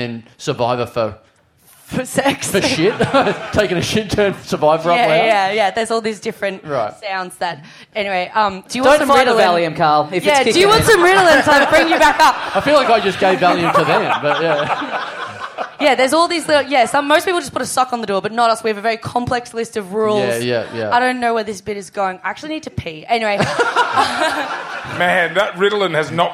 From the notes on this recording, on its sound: Live! We have technical difficulties at a live show.